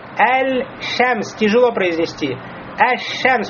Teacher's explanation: Потому что шин выходит «мин васат лисан» с середины языка, а лям выходит «мин тораф лисан» с передней части языка. Получается, их махрадж приближенный.